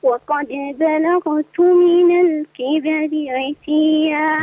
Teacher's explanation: الراء في كبري مرققة واضح أنت فخمتيها